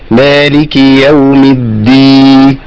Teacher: أنا عندي الدال مشددة، لابد من بيان الساكن والمتحرك